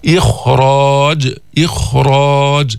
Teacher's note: سكنت قبلها كسر ولكن بعدها راء فتفخم تفخيما قويا